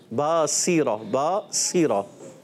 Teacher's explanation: سین کو سیٹی کے ساتھ ادا کرنا ہے، کوشش کرنی ہے.